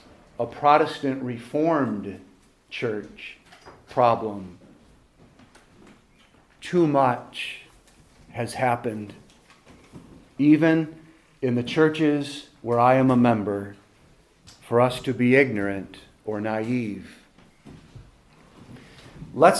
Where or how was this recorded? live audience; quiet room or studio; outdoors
live audience